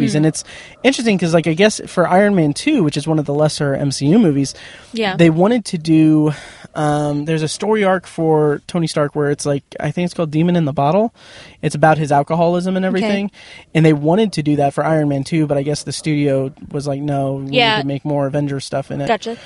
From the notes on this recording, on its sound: Review Long Shot in my car after a screening.